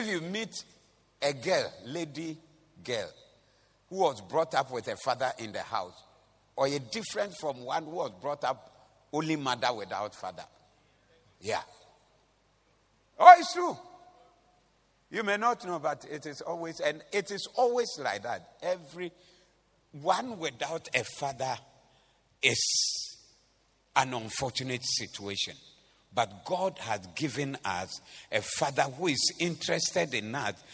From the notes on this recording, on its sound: Preached at the Doxa Service 14052023